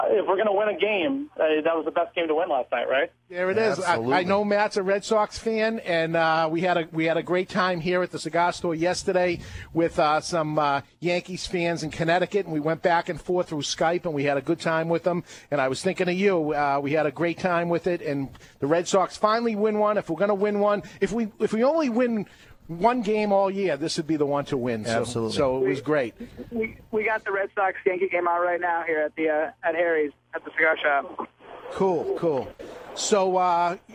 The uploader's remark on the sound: later the guys from Cigar Think Tank call